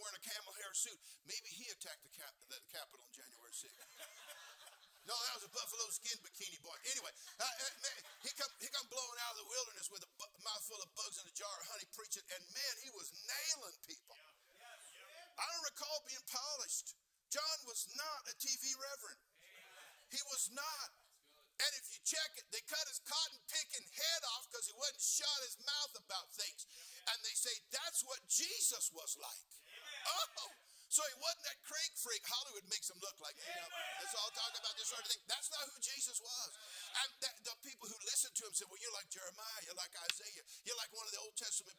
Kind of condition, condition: setting, large echoing room